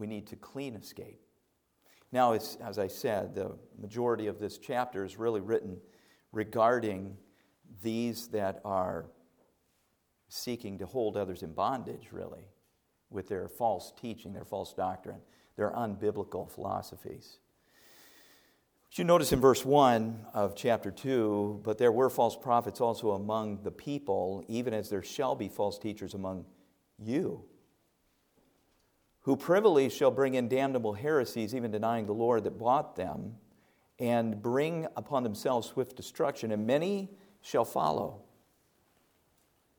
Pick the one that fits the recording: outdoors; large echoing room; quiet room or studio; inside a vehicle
large echoing room